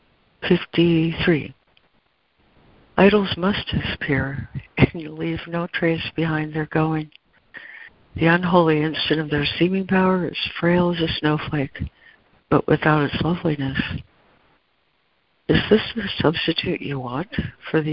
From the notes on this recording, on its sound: ACIM Daily Conference Call